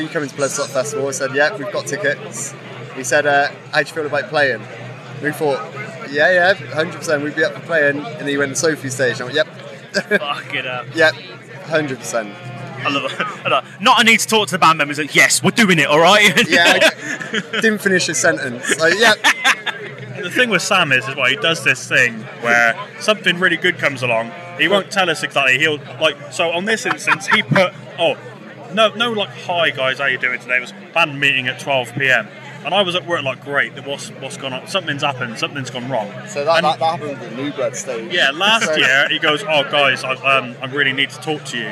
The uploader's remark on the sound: Live from Bloodstock 2023